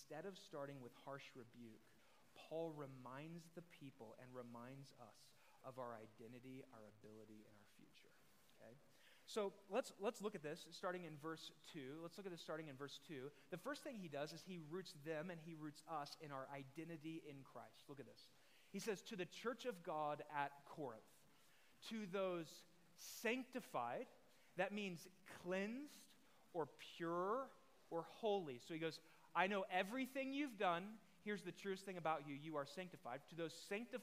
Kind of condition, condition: setting, large echoing room